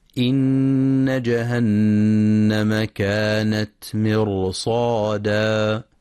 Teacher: ينتبه القارئ لتفخيم الراء في كلمة مرصادا، حيث إن الراء ساكنة وما قبلها مكسور، ولكن جاء بعدها حرف استعلاء مفتوح وهو الصاد، فالراء هنا مفخمة.